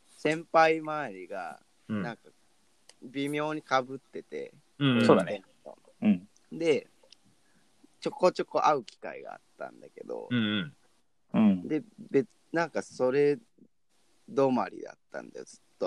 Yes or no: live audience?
no